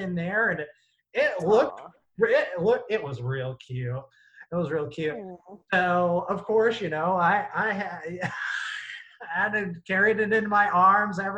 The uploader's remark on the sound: Recorded via Zoom